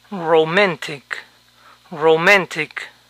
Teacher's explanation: la N está en la sílaba acentuada, roman, y la T en la siguiente sílaba, sin acentuación, tech. Por lo tanto, esta palabra puede escucharse romantic, romantic.